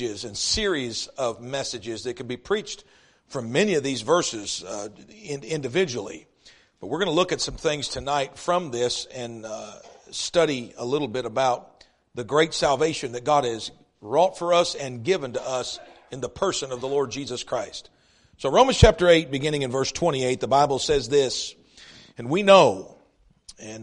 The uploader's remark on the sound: East River Baptist Church Revival Service